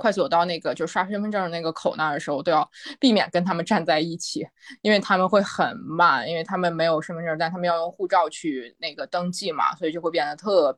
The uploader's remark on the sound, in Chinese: 这一期的早日退休播客是我们第二次线上录制，在居家办公的第三周。